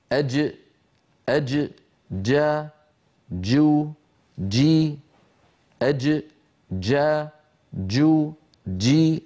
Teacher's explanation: من وسط اللسان، شديدة يعني محبوسة الصوت، مجهورة يعني محبوسة النفس · Term: الجيم الفصيحة